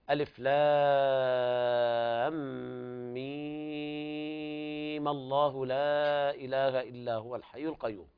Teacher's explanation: وإما أن ننظر إلى الأصل والمد ست حركات فنقرأ بالإشباع في الياء مع تحريك الميم بالفتح ووصلها بلفظ الجلالة